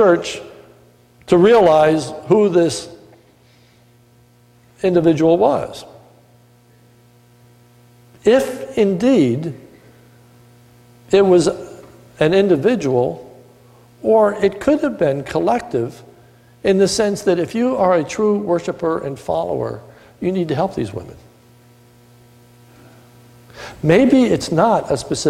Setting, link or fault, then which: setting, large echoing room